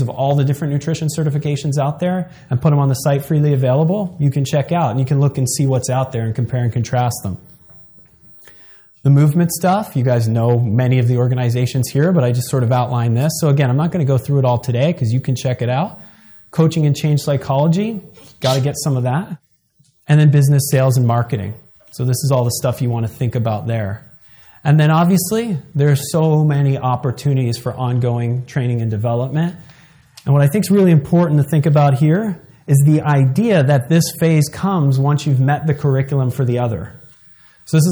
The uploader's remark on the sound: In this seminar—recorded live in Long Beach, California.